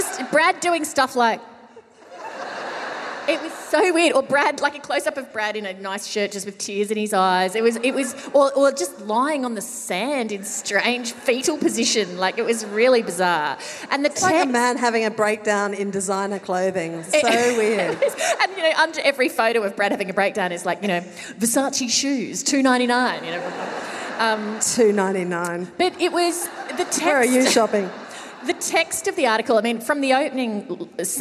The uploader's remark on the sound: Recorded live at Llewellyn Hall, ANU.